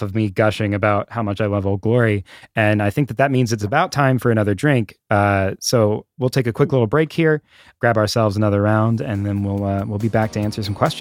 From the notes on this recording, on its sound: pay no attention to some of the technical difficulties of long distance communication